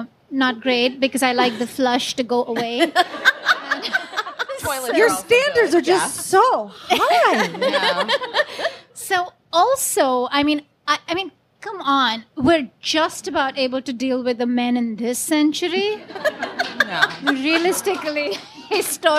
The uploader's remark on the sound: Live from The Strand. We have audio, courtesy of the fine folks at The Strand!